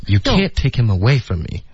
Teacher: 一般是 can't，然后 away 的这个 way 的音节，这两个呢就会有重音